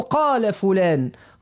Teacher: يعني قال هذا هو المد الطبيعي اللي هو مقدار حركتين